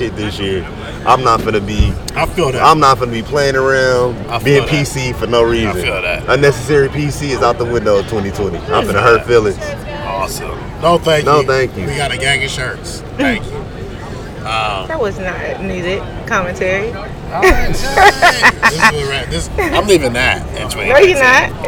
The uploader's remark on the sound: We're live from the Rose Bowl.